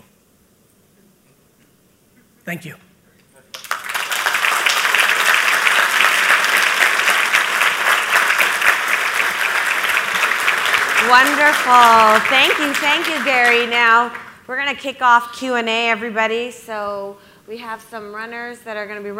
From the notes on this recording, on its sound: BUILD IT Keynote 2021. Today's episode is from a killer keynote I gave in New Jersey recently!